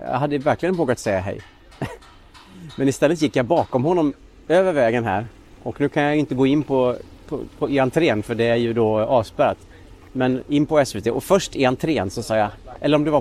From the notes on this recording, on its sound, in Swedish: Detta är en personlig och avslappnad promenad genom Stockholms innerstad. Tillsammans med en del trafikljud. Inklusive Skeppsbron, Kungsträdgården och Strandvägen.